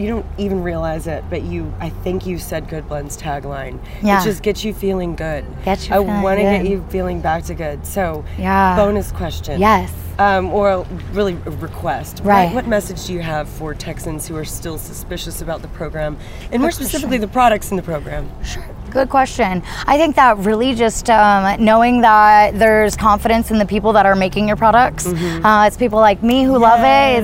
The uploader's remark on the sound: Episode recorded on location at the San Marcos River